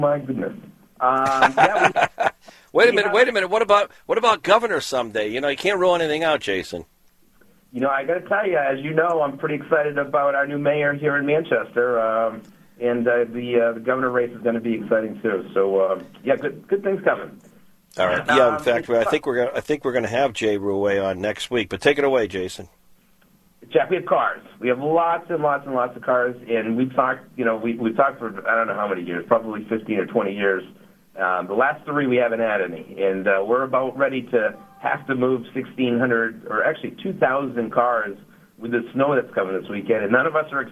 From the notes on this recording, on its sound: calling LIVE from Las Vegas